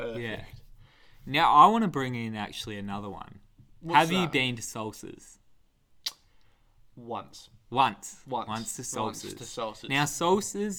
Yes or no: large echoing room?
no